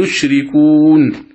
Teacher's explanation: يشركون، النون متحركة لكن عند الوقف عليها تصير ساكنة · Term: المد العارض